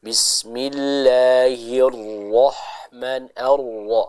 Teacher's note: kita baca dengan vokal huruf ro yang sempurna ke huruf o